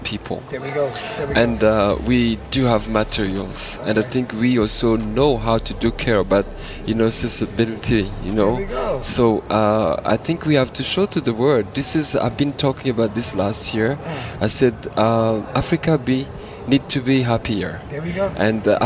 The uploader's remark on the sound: live from the CTICC